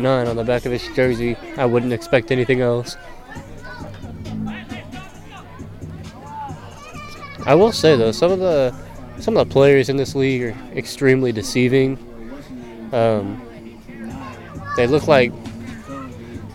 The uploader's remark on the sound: live from the dugout during the softball game